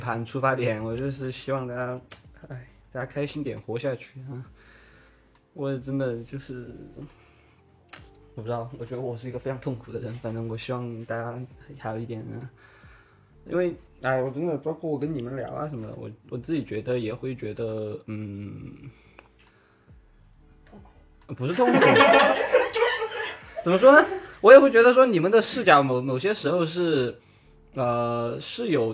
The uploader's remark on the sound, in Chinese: 本期录制时间是今年3月，彼时录音设备还没升级，4个人对着一个麦讲话，距离不一样，可能声音大小会有些波动，见谅～